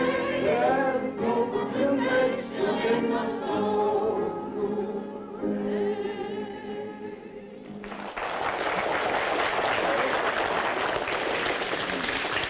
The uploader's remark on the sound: PODIUM LECTURING LARGE BLACK AUDIENCE IN AUDITORIUM